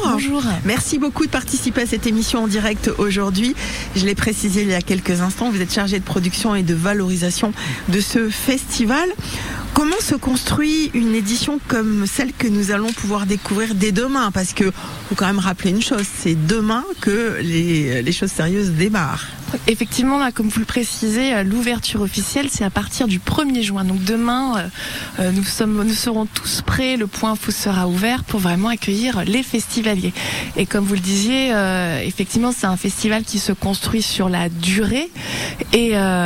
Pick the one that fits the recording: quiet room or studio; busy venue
busy venue